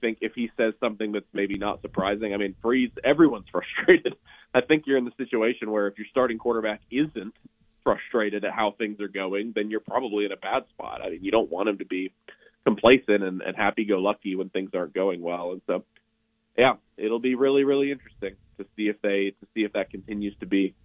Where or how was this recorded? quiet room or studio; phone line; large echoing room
phone line